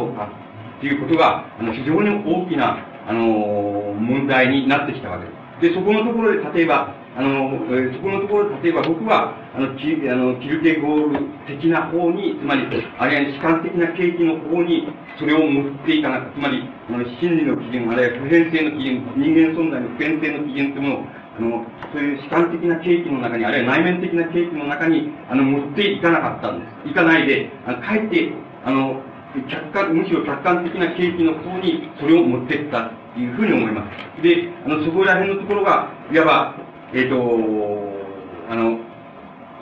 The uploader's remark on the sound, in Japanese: 主催：大学セミナーハウス 場所：新宿・紀伊国屋ホール。第38回大学共同セミナーで講演。テープ劣化のためノイズが多く、 音質はよくない。